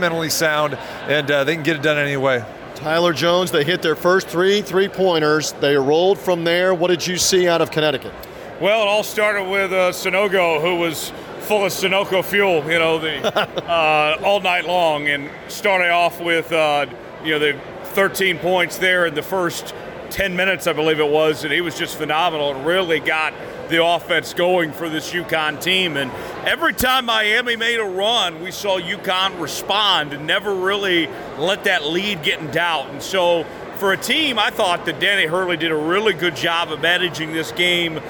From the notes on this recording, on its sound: ready to go over it all from NRG Stadium in Houston